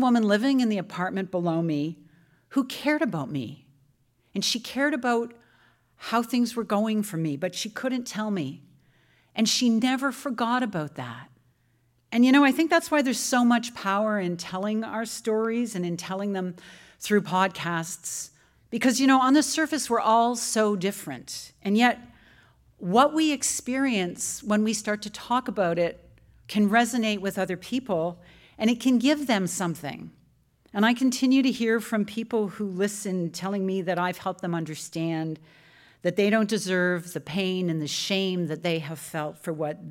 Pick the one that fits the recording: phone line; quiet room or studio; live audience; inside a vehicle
live audience